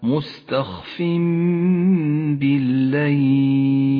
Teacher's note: يقلب التنوين إلى ميم، لونت الميم باللون الأخضر إشارة إلى موقع الغنة، مستخف بالليل. · Term: الإقلاب